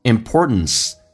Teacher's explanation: T 跟 N 组合，我们刚刚有讲过 T 不发音，气流阻塞一下